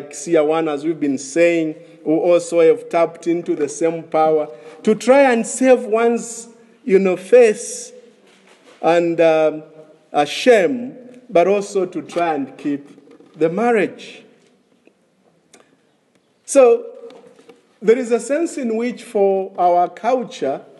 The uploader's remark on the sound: This is a sermon preached in the morning of August 1, 2021 at Crossway Baptist Church